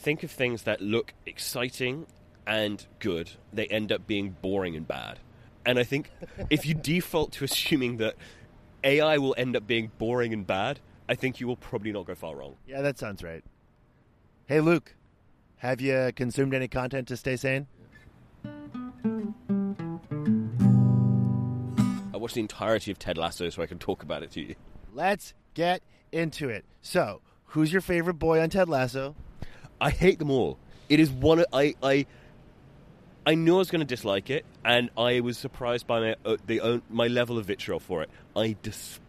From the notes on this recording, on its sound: we did a little recording session out in a park